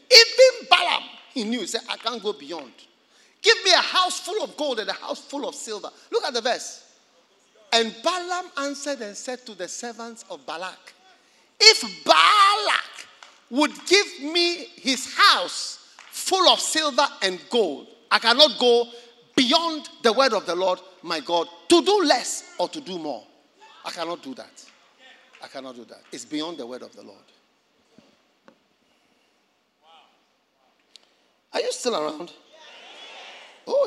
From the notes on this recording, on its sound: Preached at the First Love Experience Service, Accra.